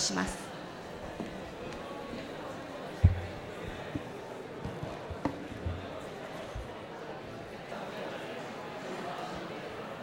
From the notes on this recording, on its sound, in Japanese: FM FESTIVAL 2012。１回限りの公開授業。TOKYO FM ホールで行なわれた。